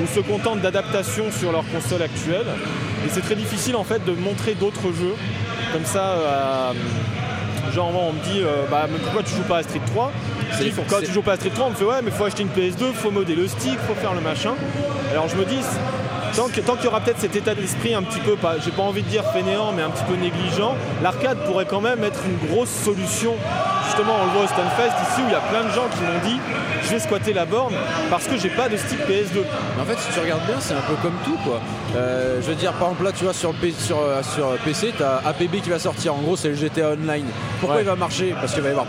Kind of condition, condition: setting, busy venue